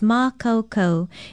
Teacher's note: It is spelled M-A-K-A-U-K-A-U with a stress over the first vowel